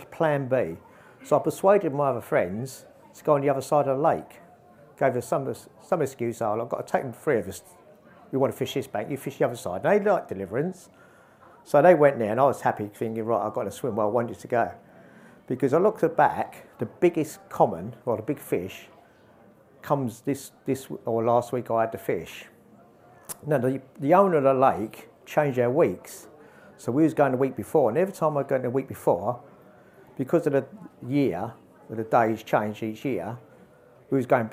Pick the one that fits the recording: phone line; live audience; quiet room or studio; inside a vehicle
live audience